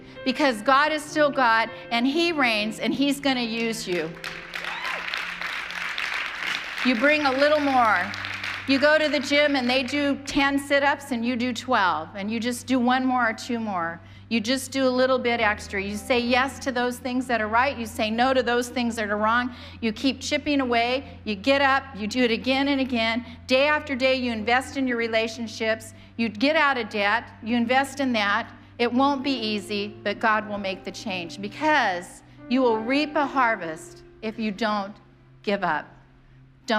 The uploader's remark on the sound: preached on January 2nd at the 11:30AM service